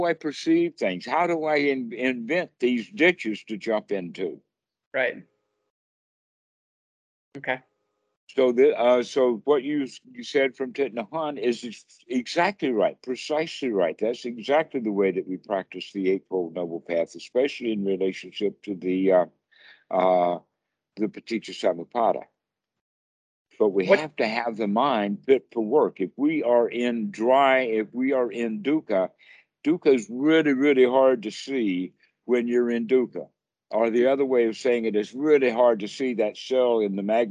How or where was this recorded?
video call